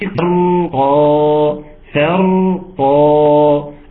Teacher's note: والراء الاولانيه مرققه والثانيه مفخمه